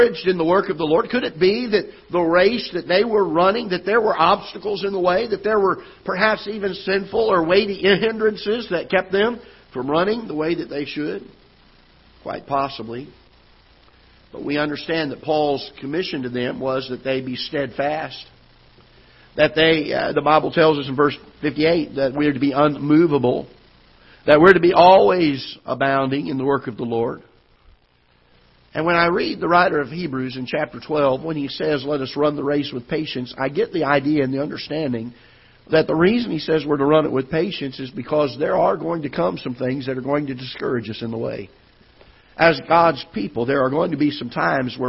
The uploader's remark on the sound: Ketha Heights Baptist Church ~ Live Broadcast